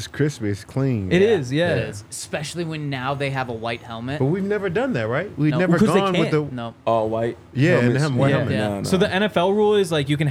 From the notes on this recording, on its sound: coming to you LIVE from the DNVR Bar